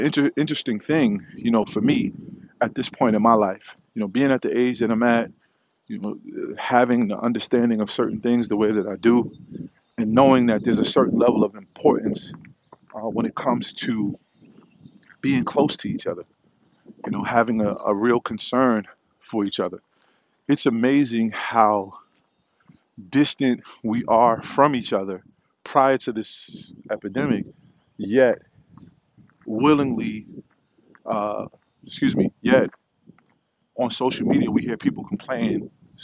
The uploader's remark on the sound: Walk & Talk